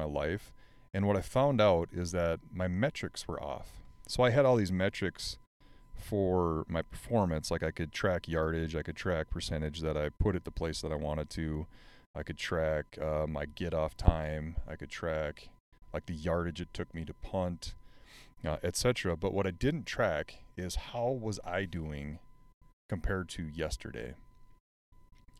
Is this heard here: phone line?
no